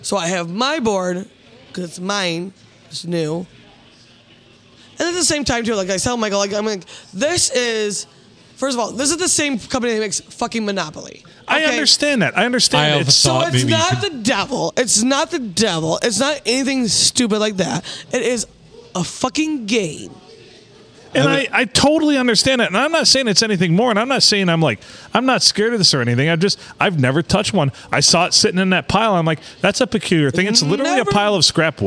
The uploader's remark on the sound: Recorded at the Blue Water "Sports" Bar and Grill on a Sunday.